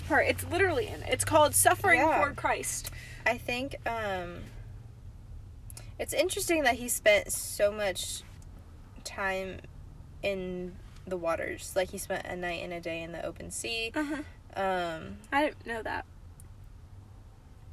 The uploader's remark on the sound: Cozy Convos in the Car!